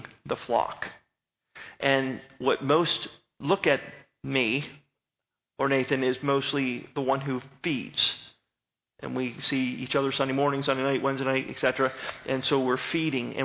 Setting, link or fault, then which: setting, large echoing room